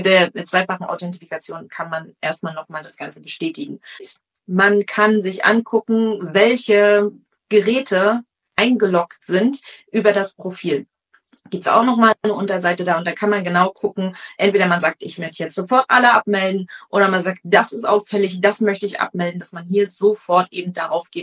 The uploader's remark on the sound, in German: Zur Qualität der Tonaufnahme: Dieses Mal ist es ein Instagram-Live-Interview gewesen